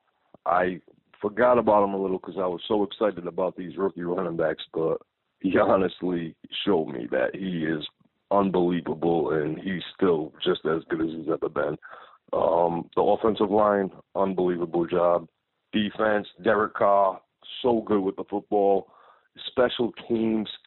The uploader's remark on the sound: Raider Nation “Boneline” Call-in Segment